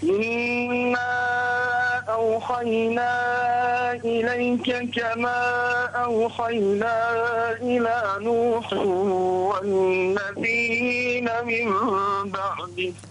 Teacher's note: وراعي المدود أن تكون يعني المنفصل والمتصل أن يكون أربع حركات وأن تكون متساوية أيضا